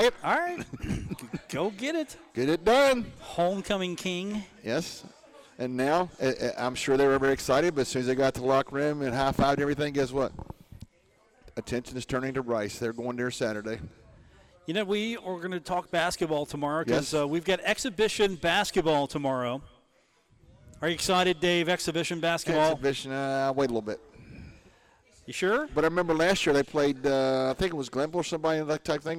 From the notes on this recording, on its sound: on location at the Union Pub & Grill - 1125 4th Ave in Huntington